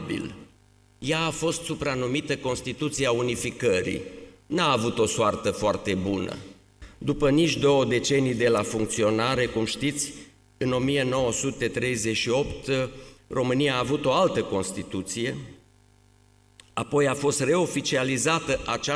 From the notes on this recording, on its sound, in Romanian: Conferința „România spre viitor. Un secol de istorie, de la Constituția din 1923 până în zilele noastre“. Înregistrare din Aula Academiei Române.